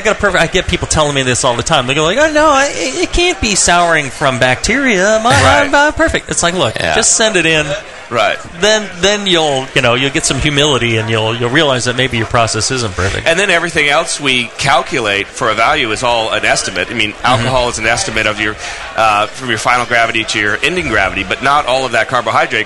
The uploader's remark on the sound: Live from NHC 2. Second live episode from the 2012 National Homebrewers Conference in Seattle, WA.